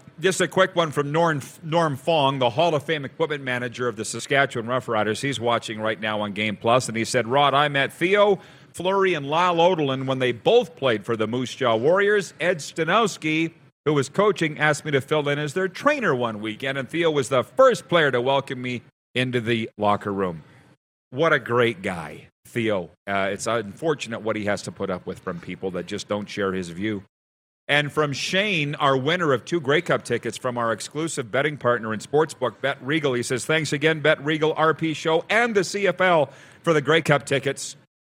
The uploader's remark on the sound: LIVE at the Grey Eagle Casino in Calgary